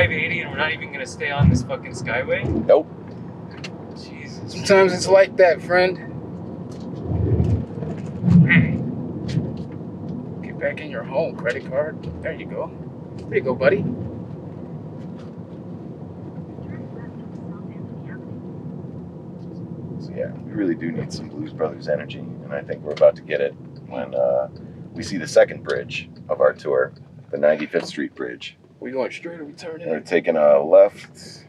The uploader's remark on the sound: Driving through the forgotten parts of Chicago.